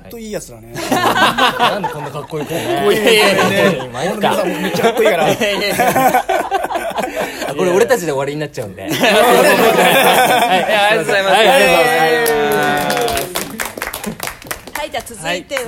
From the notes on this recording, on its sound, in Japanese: 公開収録。From Radiotalk。